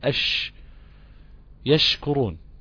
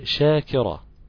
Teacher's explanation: هتلاقي فيه مسافة بين لسانك وبين غار الحنك الاعلى في حرف الشين، في مسافة كده ضئيلة جدا دي بتنتشر فيها الريح